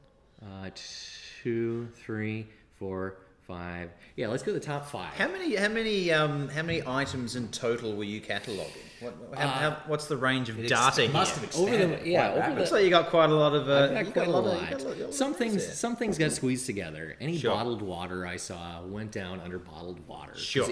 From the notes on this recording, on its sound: Coming to you LIVE from the Princes Park Carlton Bowls Club! We finally get the microphone down to the bowls club for a spot of bowls chat.